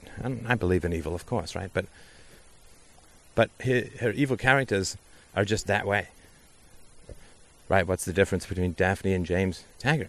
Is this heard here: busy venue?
no